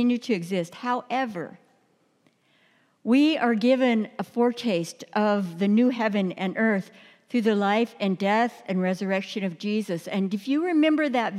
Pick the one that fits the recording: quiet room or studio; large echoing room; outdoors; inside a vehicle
large echoing room